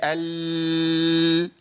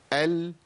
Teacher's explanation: اللام فيها توسط. توسط يعني ايه؟ يعني بيمشي الصوت فتره زمنيه بسيطه · Shown in: second take